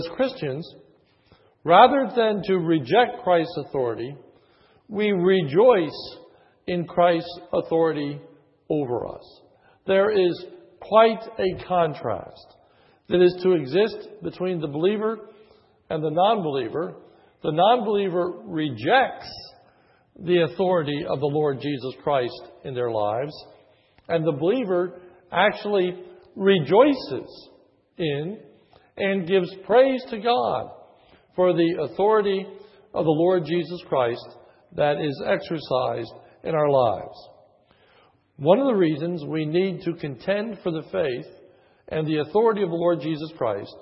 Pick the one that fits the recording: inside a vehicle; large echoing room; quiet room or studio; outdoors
large echoing room